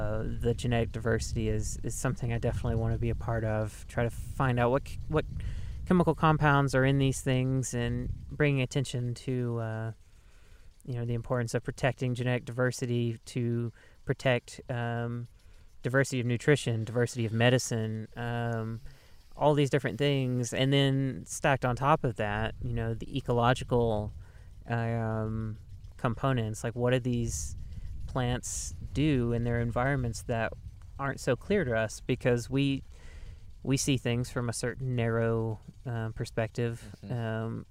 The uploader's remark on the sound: In this behind-the-scenes (BTS) episode recorded in the summer of 2019. At his hemp farm in Southern Oregon.